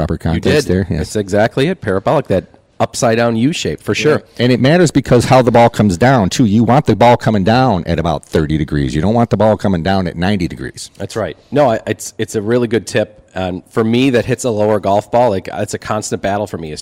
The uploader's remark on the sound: Live from Lancaster Country Club!